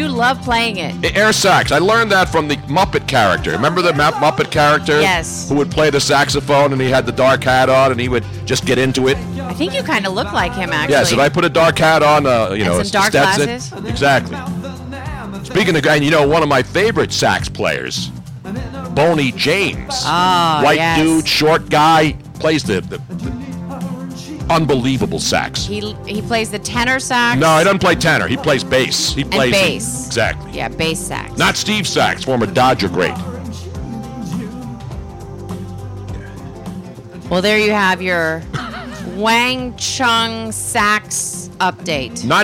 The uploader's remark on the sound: 2nd show LIVE from the Great American Pub in Conshohocken w/ 97.3ESPN.